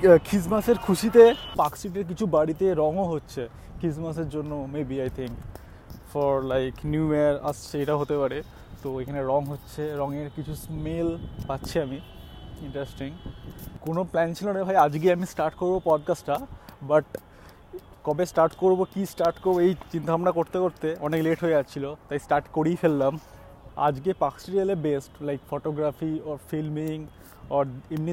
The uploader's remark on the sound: This episode recorded during Christmas time 2018 in Park Street, Kolkata, India. In Calcutta Park Street very popular during Winter because of Christmas Festival at Allen Park.